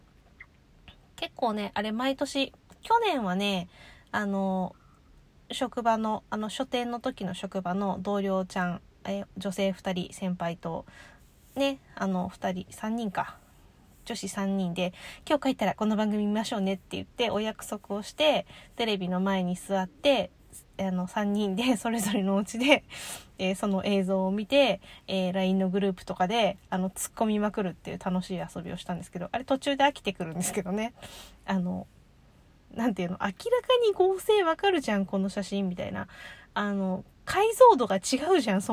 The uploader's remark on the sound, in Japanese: 帰宅前に、自家用車の中で収録する事を覚えました